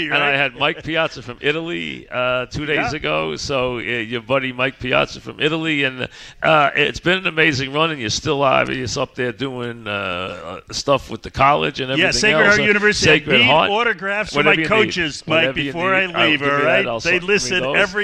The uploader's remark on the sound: Live at the Paley Center. Live on set.